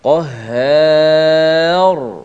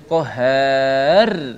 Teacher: Ra itu dimatikan dalam keadaan tebal. · Shown in: first take · Qahhar. Tak boleh qahhar.